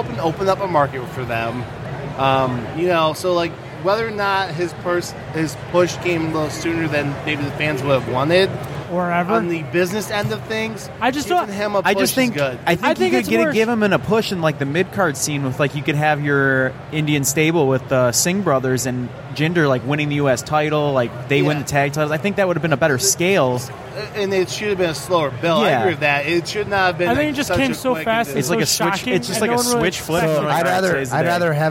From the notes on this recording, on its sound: Live from Motor City Comic Con